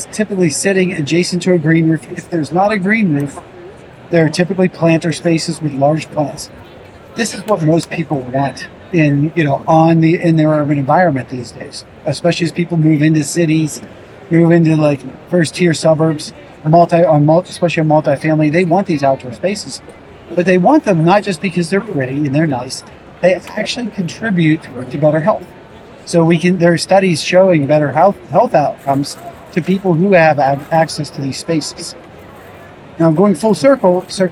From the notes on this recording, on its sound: LIVE from Greenbuild 2023. In this bonus episode, we share a LIVE conversation from the 2023 Greenbuild International Conference and Expo in Washington D.C.